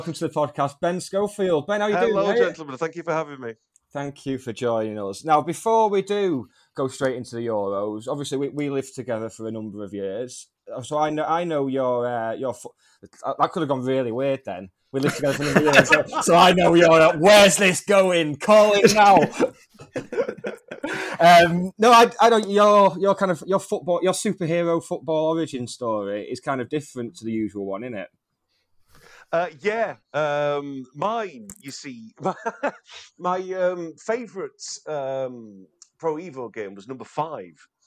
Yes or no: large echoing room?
no